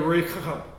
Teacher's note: It's a CH sound instead of the H sound, CH.